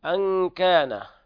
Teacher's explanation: أن كان حكمها إخفاء حقيقي لوقوع الكاف بعد النون الساكنة